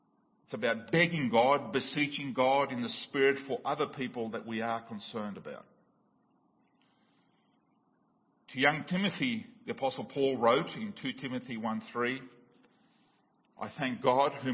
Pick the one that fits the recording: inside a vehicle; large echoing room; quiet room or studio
large echoing room